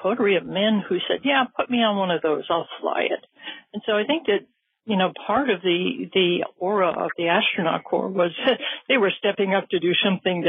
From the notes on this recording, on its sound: a Future in Space Operations teleconference